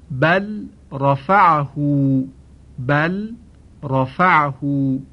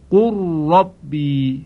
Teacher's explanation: عنایت دارید که لام خوانده نشد، در عوض را به صورت مشدد خوانده شد · Shown in: second take · Term: ادغام